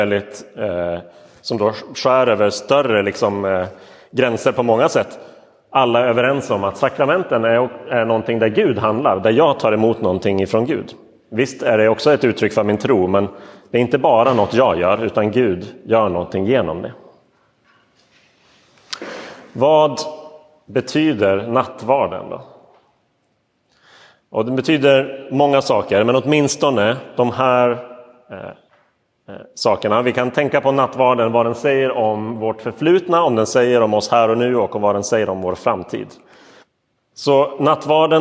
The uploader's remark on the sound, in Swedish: Inspelad i Roseniuskyrkan den 23 oktober 2022.